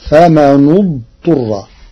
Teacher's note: قرأ ورش كلمتي فمن اضطر بضم النون المكسورة لضم ثالث الفعل بعدها فتصير فمن اضطر.